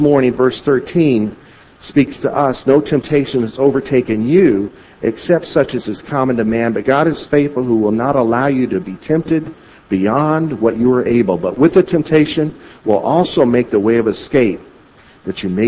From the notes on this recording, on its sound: At Victory Christian Center in Bloomington, Illinois